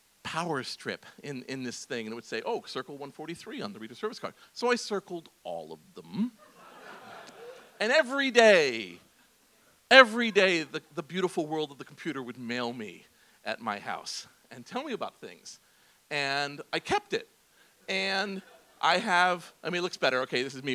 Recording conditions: live audience